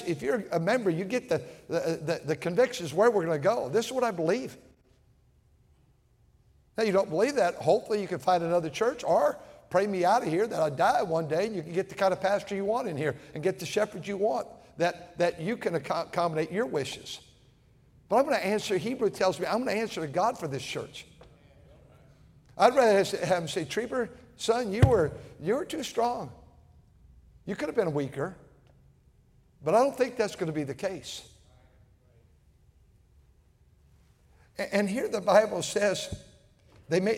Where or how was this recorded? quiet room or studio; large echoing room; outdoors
large echoing room